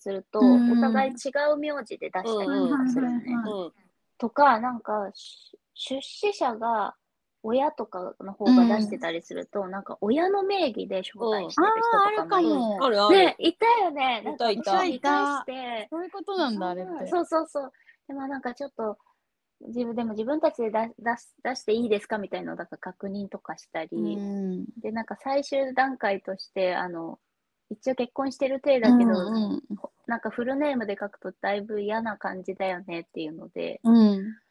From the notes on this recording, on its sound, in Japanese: 今回はノンアルリモート収録！